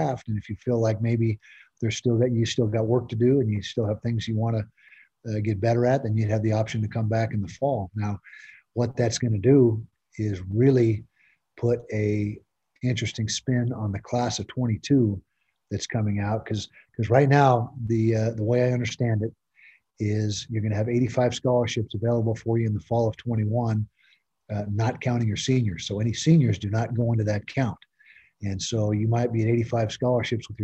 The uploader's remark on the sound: during a Zoom press conference